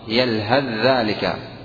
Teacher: الثاء تقلب حرفا من جنس الذال · Term: الإدغام